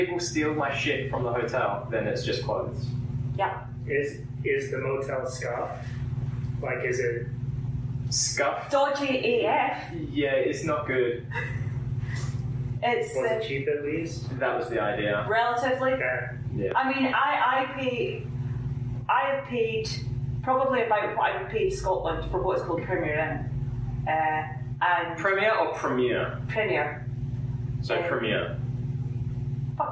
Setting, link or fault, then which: fault, phone or laptop microphone